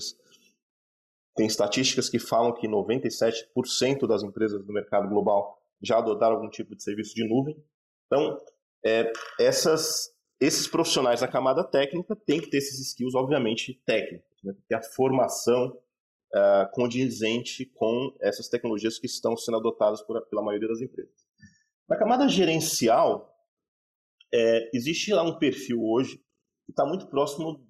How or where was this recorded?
video call